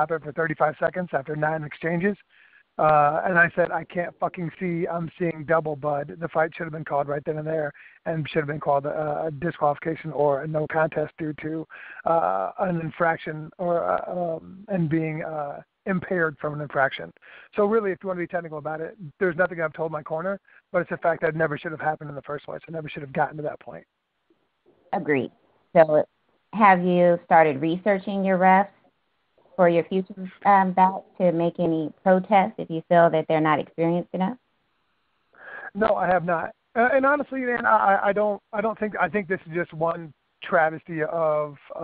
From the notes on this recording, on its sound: Bellator MMA conducted a media conference call with it's roster.